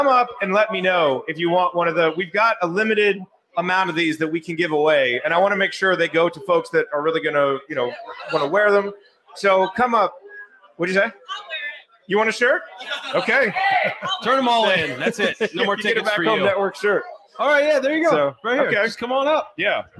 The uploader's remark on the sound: Assembly Call was live at Switchyard Brewery in Bloomington for its annual meetup.